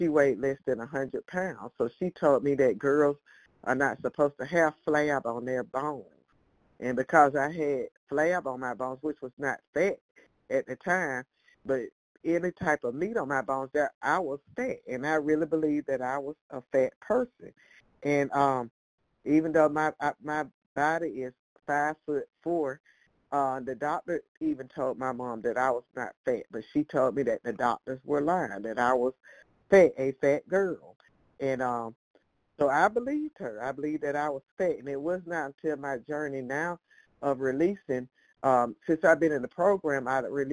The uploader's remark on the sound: from the 100 Pounders Phone Meeting